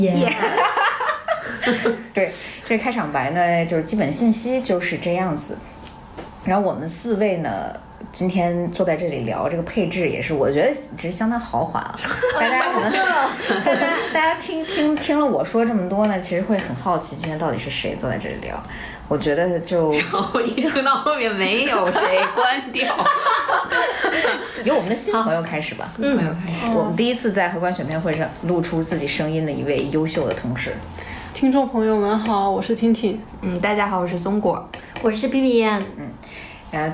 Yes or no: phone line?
no